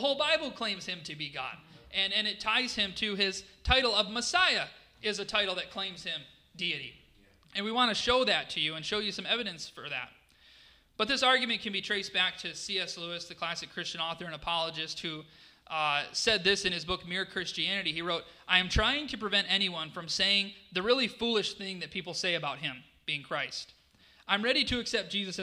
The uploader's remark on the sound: This was a live session of the 2023 Christ Is Conference in Dearborn, Michigan.